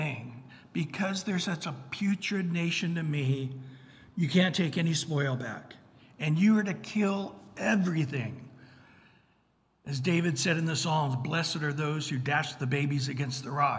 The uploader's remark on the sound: Recorded at Calvary Chapel of Los Alamitos on Aug 23 2023 on Wednesday evening sermon.